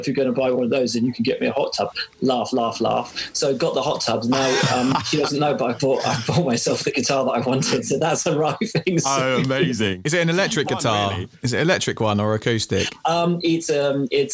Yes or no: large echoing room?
no